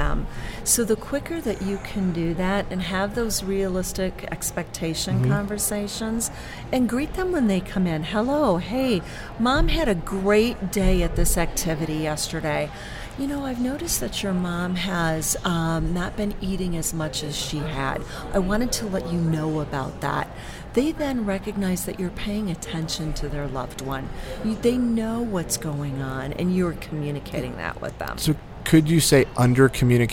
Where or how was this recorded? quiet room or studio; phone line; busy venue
busy venue